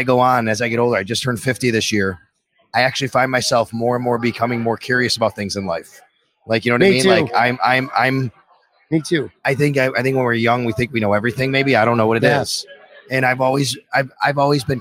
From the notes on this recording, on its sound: For a sit-down conversation taped a few nights ago live from Imperial Pizza in South Buffalo. Thank you again to Imperial Pizza (1035 Abbott) for hosting this live series.